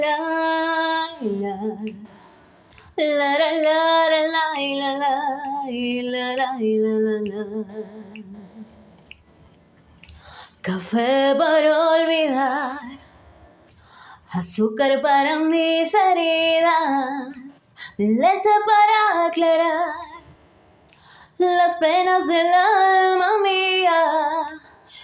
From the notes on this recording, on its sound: The stage is also different from where I'm usually seen, and I decided to change it for an empty room that we are remodeling. This room adapted perfectly to what I wanted because my interpretation is a capella and that room where you can see me has a very great sound bounce that allowed me to hear myself and to be able to sing in a correct way this musical theme.